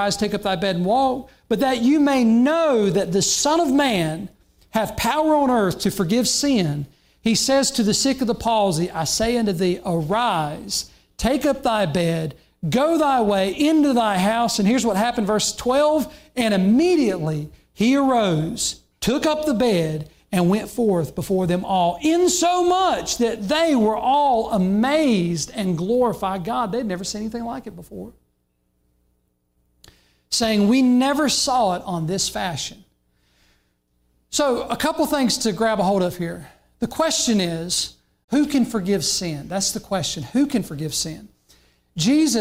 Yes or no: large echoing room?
yes